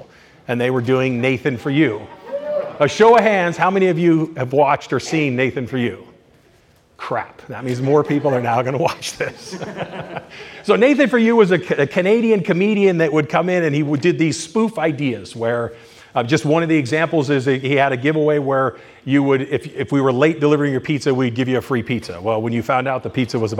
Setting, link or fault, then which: setting, live audience